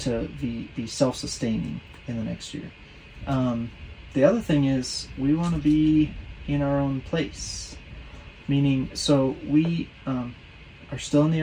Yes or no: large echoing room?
no